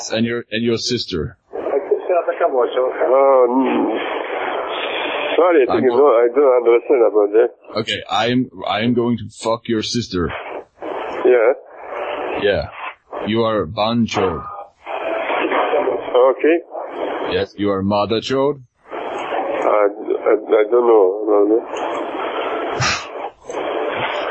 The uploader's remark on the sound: RBCP's Personal Prank Phone Calls Collection